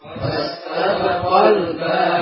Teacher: jadi qaf sudah mulai tebal. Qal ya, lamnya juga tebal.